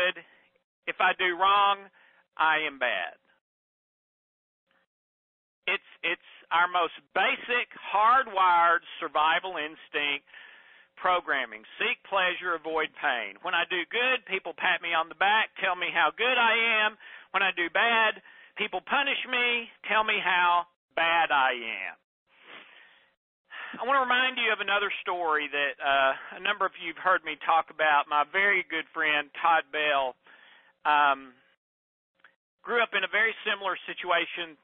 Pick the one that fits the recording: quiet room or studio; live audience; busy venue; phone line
phone line